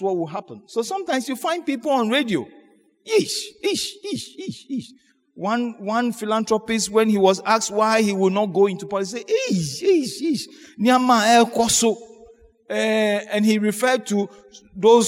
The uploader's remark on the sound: Sermon preached at CBC Shiashie Campus